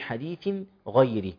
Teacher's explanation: هنا إظهار تنوين مع غين